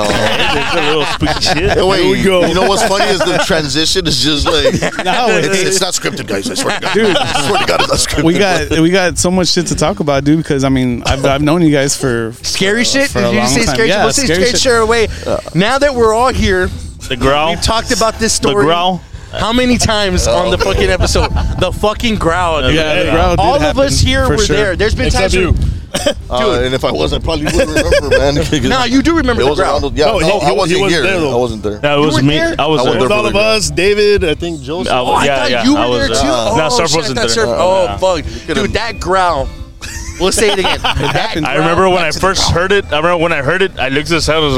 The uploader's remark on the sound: live from the 78543 show in Elsa, Tx.